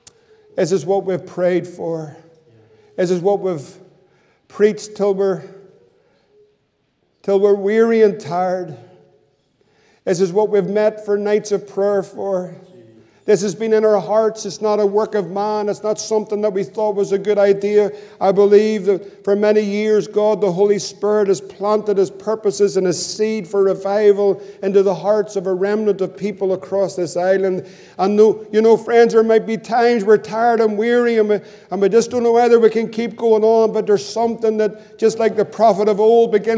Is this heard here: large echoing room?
yes